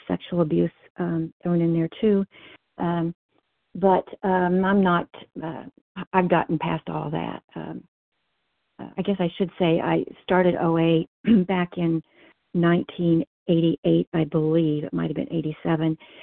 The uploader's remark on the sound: 100 Pounders Phone Meeting